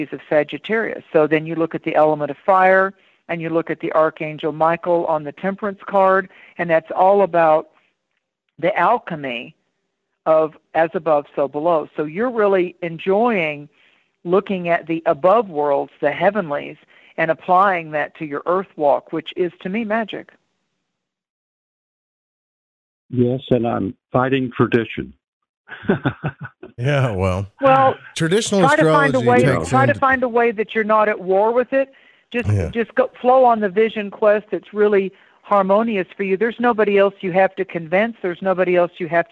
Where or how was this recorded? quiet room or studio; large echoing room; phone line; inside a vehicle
phone line